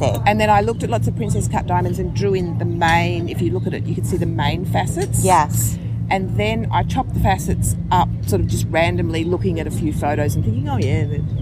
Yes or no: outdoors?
yes